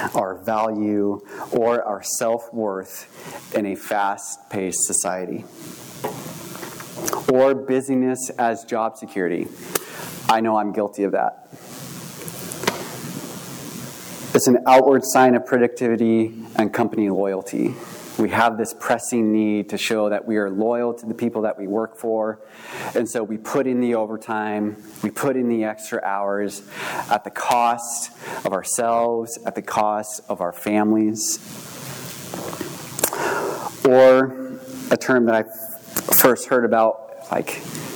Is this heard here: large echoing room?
yes